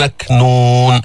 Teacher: مكنون شدة وهمس، الكاف هون مثل التاء بس المخرج بيختلف